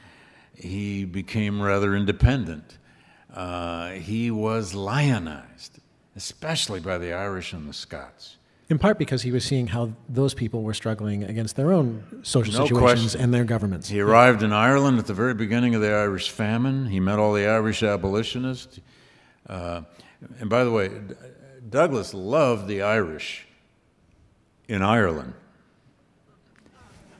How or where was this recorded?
live audience